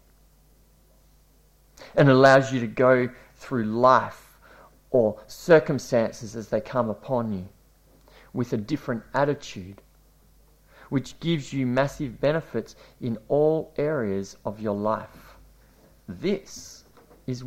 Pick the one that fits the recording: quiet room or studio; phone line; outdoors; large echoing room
large echoing room